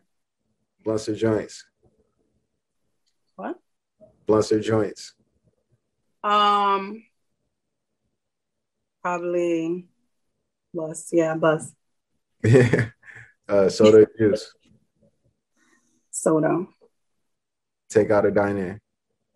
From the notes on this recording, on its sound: interview on The Leo Black Show zoom